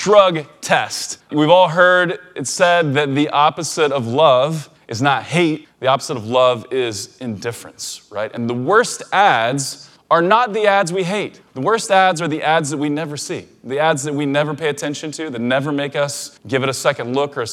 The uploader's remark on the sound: a recording from a recent talk I gave at Ezra Firestone’s Blue Ribbon Mastermind